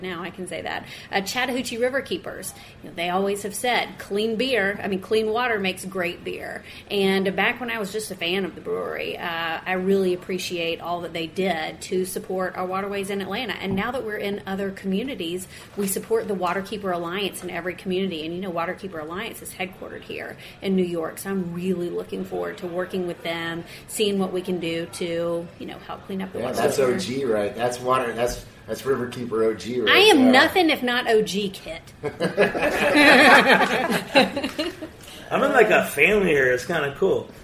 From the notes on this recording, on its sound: On location at Jimmy’s 43 with a team from Atlanta’s Sweetwater Brewing Co.